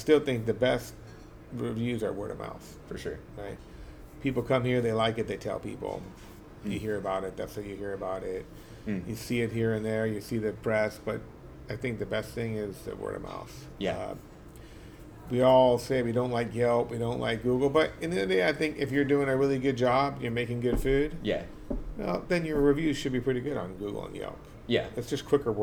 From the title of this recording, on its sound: LIVE from Mélisse